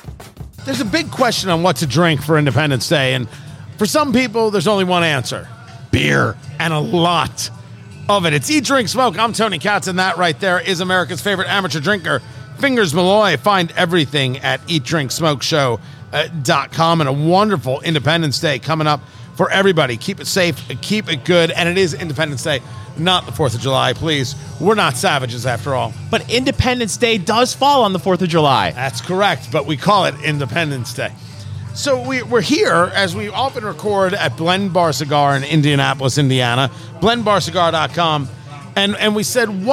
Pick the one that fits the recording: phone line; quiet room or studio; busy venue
busy venue